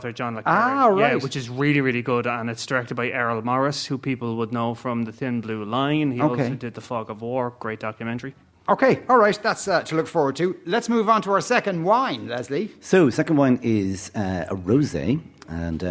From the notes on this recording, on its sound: Movies and Booze: LIVE from Newpark Hotel. LIVE from Newpark Hotel in Kilkenny.